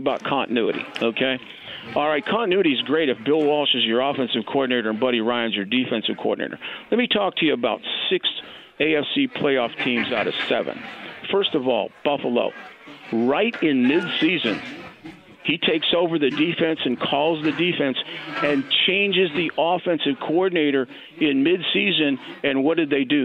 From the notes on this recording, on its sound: Kicks off the show LIVE from Parks Place Pub in Fishers. He also takes a call from a listener of the show!